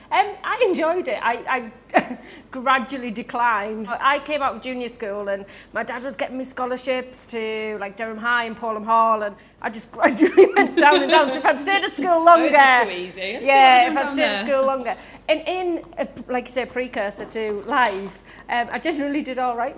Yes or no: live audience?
yes